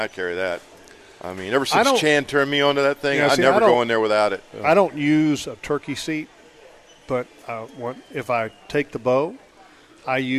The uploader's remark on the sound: LIVE from Hagan Ace!